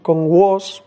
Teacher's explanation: Hay que tener mucho cuidado con was, porque esa se escribe W-A-S, pero esa A no es una A, es más bien como una O. Está entre la A y la O, pero ante la duda, pronunciad una O.